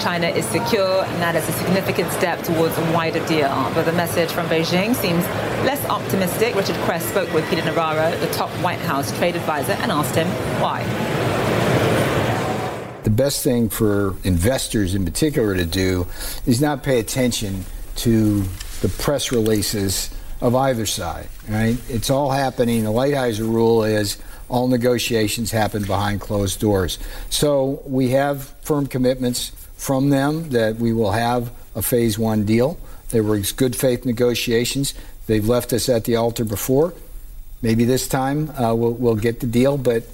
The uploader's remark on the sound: live from the New York Stock Exchange